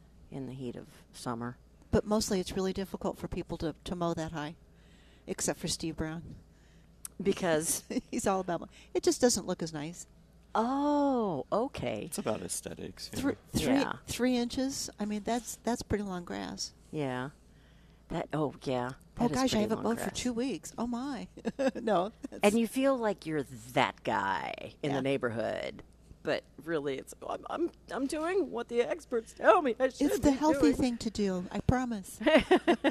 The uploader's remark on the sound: Live at Prairie Gardens 7-13-19